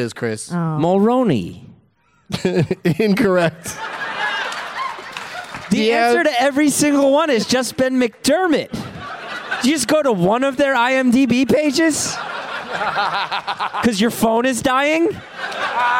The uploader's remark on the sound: Live from the Just For Laughs Fest in Montreal